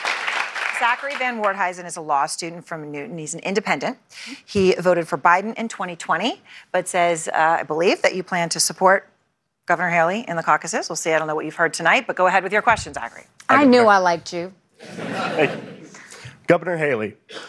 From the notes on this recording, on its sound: Moderates a live Republican Presidential Town Hall. From Des Moines, Iowa.